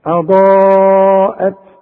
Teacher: الهمزة مرققة انما الضاد مفخمة